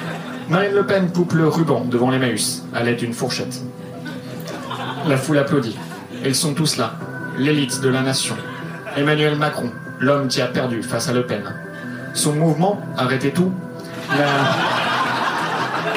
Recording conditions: live audience